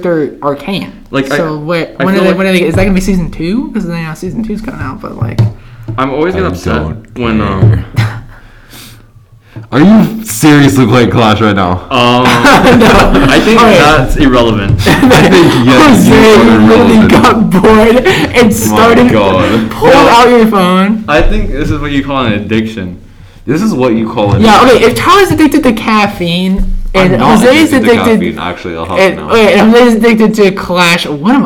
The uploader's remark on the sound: The audio is a bit jank and for some reason but we'll fix it for next time.